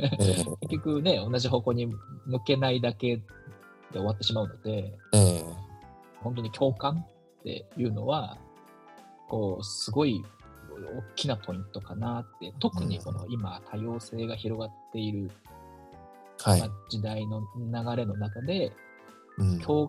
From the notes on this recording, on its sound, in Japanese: リモート収録の不備で音質にお聞き苦しい点が多々あります